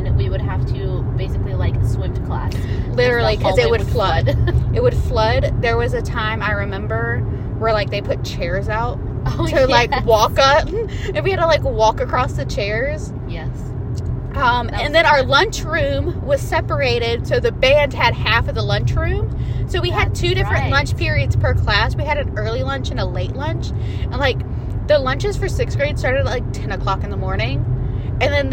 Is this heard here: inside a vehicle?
yes